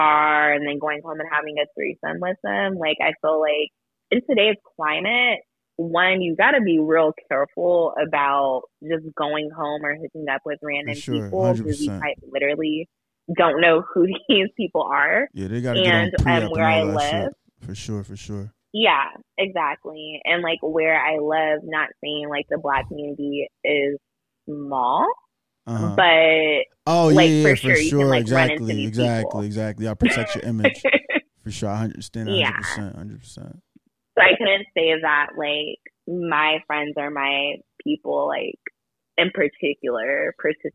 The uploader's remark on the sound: phone a friend